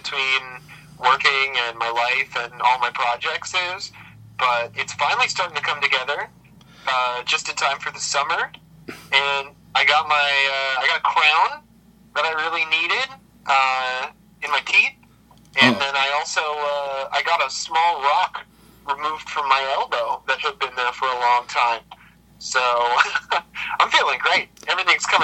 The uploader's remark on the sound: A sweltering May day in Michigan gets even hotter. Via phone in Grand Rapids, Michigan and Holland, Michigan.